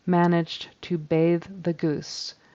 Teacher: he does kind of pronounce a Z sound for the THs and bathe and the. He kind of just inserts a Z in the middle, bathe the goose.